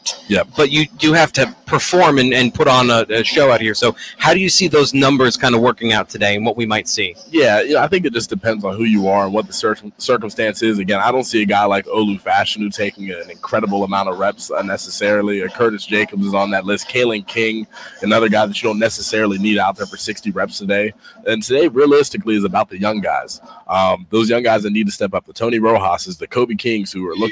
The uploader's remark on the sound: live from Beaver Stadium